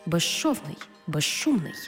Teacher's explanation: свистячий з плюс шиплячий ш всередині слова разом вимовляємо як жи-ши